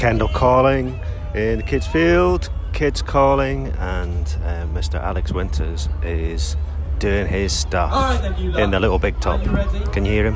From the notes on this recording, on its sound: Travelled to Kendal Calling and recorded a live episode in the woods.